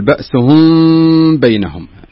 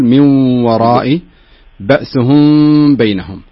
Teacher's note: الميم الساكنة وبعدها الباء، إخفاء، إخفاء شفوي، إخفاء شفوي، فنقول بأسهم بينهم، نثبت الغنة هنا، يعني لابد تكون الغنة حركتين.